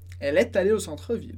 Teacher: A gente pega o T do E. · Term: liaison